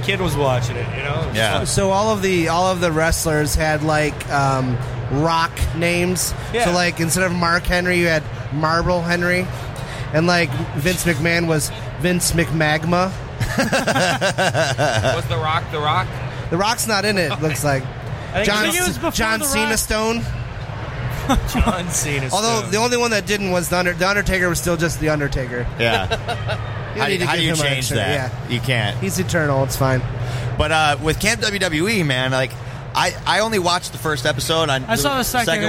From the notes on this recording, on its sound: Live From Motor City Comic Con